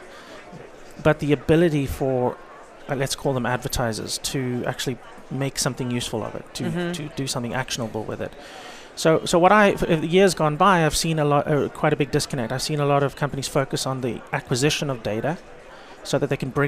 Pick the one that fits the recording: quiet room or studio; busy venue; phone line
busy venue